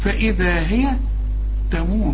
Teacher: كل الحروف مرققة عدا الراء، الراء هنا مفخمة لأنها مضمومة